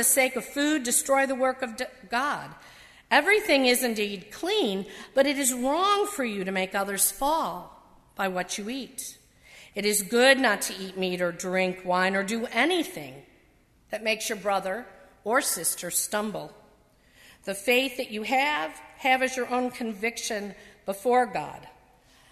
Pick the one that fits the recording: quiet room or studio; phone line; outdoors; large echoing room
large echoing room